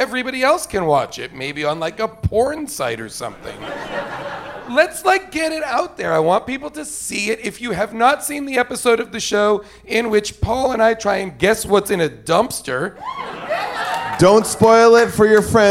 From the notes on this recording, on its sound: Recorded live at Largo at the Coronet in Los Angeles.